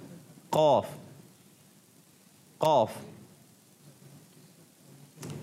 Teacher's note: زبان کی جڑ اور تالو کے نرم حصے سے